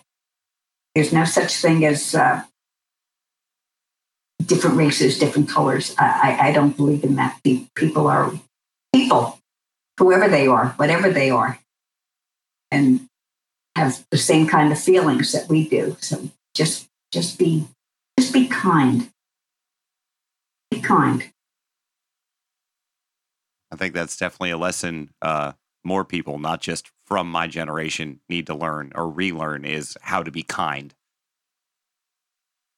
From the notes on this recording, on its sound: He got her on a discord call, which she figured out all by herself, and had a conversation with her. Fair warning, audio quality issues are ahead.